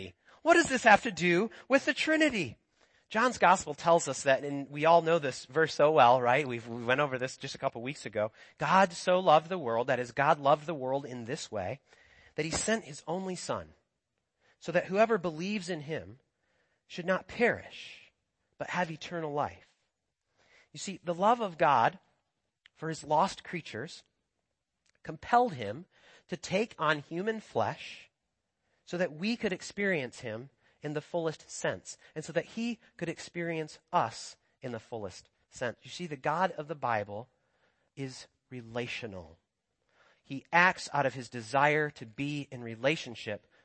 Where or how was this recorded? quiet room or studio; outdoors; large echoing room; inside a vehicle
large echoing room